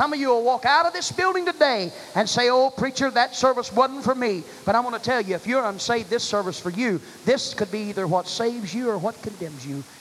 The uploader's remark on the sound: delivered July 23, 1989 at First Apostolic Church in North Vernon, Indiana.